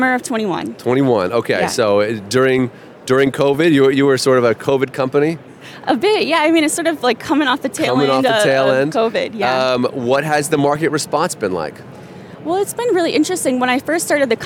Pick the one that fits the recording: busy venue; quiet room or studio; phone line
busy venue